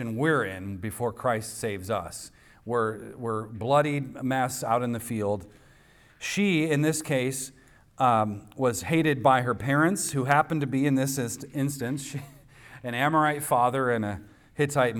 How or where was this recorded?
live audience